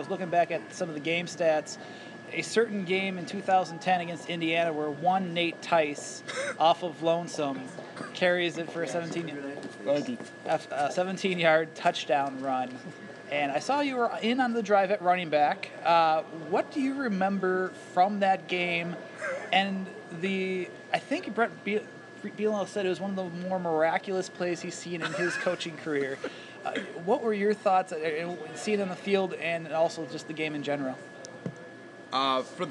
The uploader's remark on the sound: at the Red Smith Banquet up in Appleton